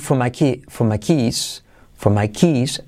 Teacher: Y verás que la R de for, al decirlo rápido, desaparece.